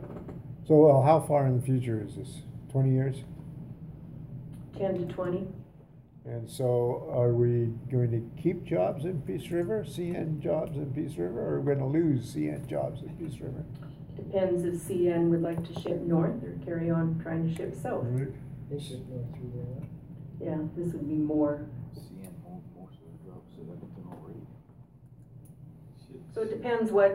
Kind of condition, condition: setting, large echoing room